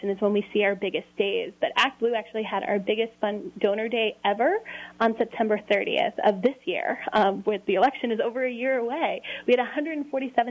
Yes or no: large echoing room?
no